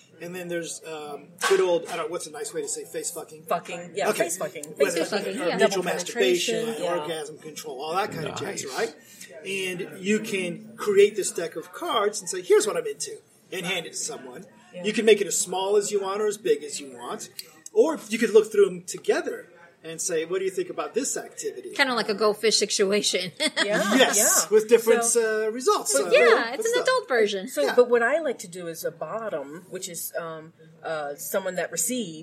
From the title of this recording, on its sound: Erotic Awakening Podcast at Leather Leadership Conference